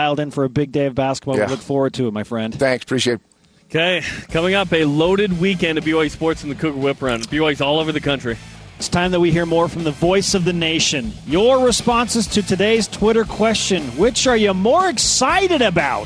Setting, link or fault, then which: setting, busy venue